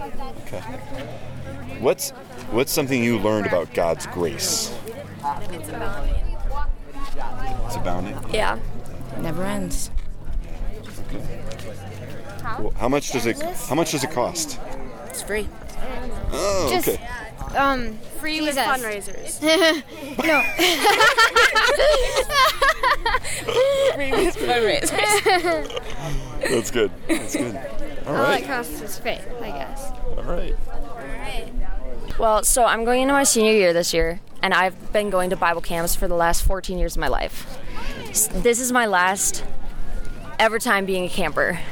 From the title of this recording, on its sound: Live from Elevate